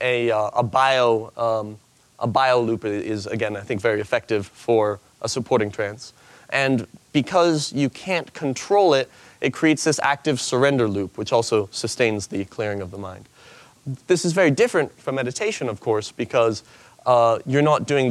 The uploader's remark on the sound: In this presentation from the 2014 Buddhist Geeks Conference, he speaks about applying game design to meditation.